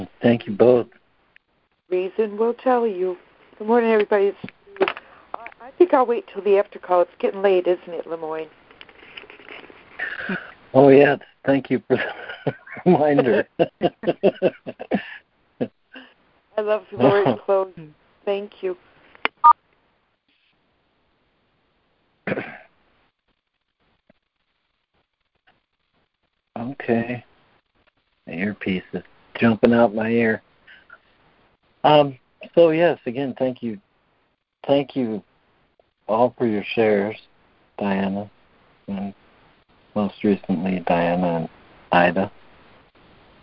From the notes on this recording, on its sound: ACIM Daily Conference Call